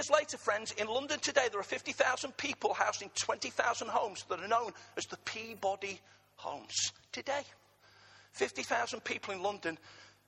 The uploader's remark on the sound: Arena Church Ilkeston